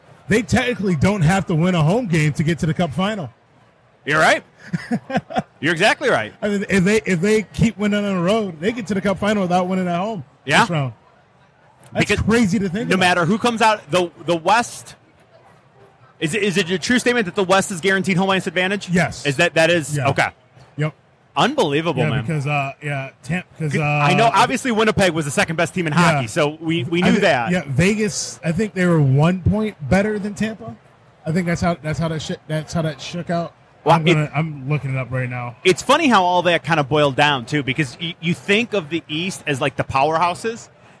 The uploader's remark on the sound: Live from Motor City Comic Con